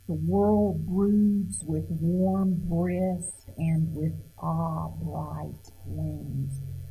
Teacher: we're given three stresses back to back, and that was not heard of in standard rhythm · Term: strong rhythm